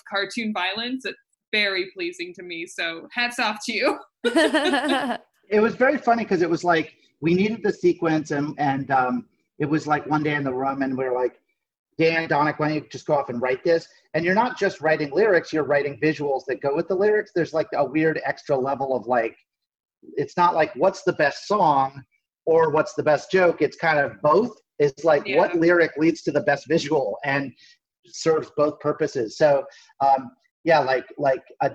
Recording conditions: video call